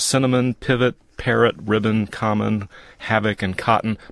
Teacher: according to the dictionary, the O is a schwa. That's sort of an unstressed vowel sound. So it's not a short I, it's sort of an unstressed sound.